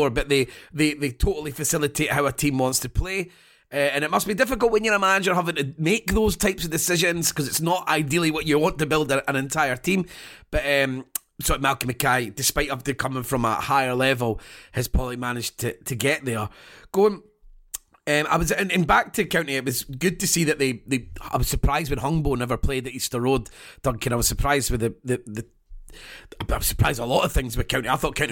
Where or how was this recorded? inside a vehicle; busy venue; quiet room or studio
quiet room or studio